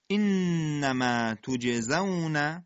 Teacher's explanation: نون مشدد دو حرکه غنه، توج قلقله جیم، تجزون، تجزون ز سفیر داره.